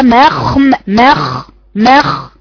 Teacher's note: في استعلاء طبعا اقصى لساني في الخاء